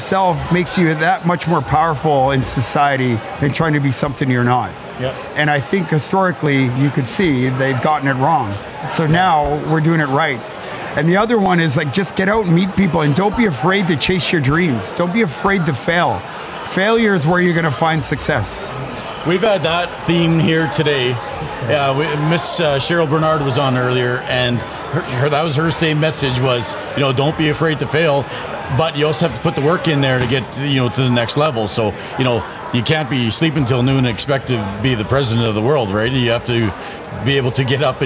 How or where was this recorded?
busy venue